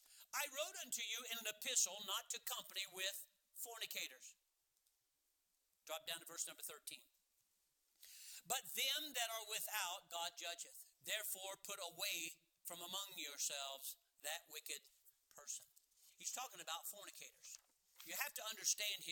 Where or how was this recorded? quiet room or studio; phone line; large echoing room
large echoing room